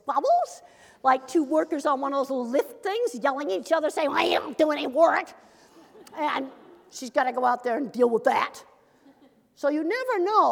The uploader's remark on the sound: As part of the University of Washington Graduate School lecture series Equity and Difference: Rights.